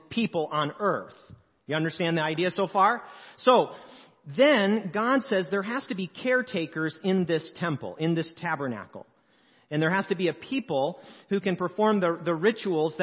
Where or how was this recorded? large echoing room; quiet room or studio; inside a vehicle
large echoing room